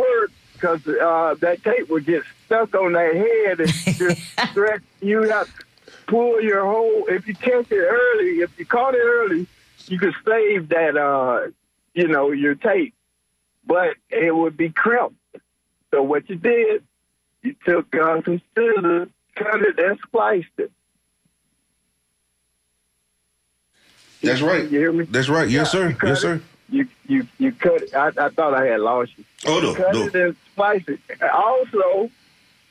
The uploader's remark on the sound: unique magazine format call-in show